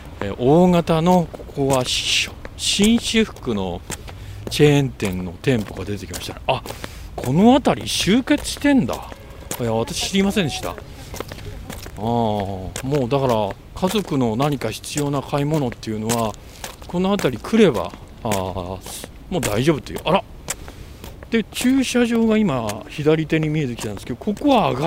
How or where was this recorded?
outdoors